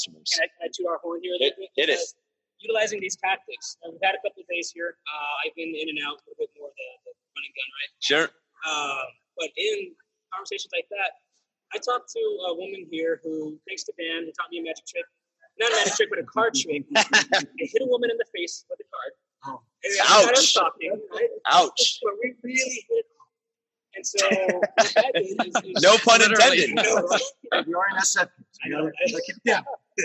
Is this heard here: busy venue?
yes